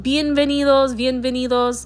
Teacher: There's really not a difference in the pronunciation of B versus V in Spanish.